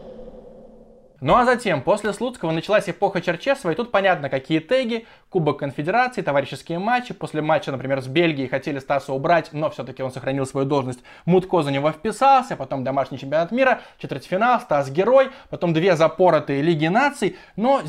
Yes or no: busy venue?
no